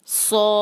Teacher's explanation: اب آپ نے یہاں پر اگلی اس بات کا خیال رکھنا ہے کہ جب مد کی آواز ختم ہو رہی ہو تو پھر جو ہے فا کی آواز جو ہے وہ ساتھ صحیح سے ملائی جائے کیونکہ اس پر تشدید ہے